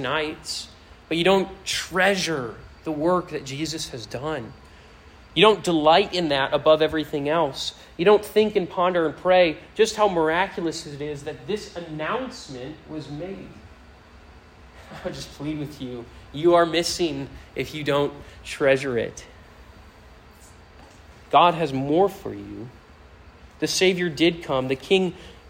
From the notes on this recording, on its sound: This sermon was preached to a Senior High audience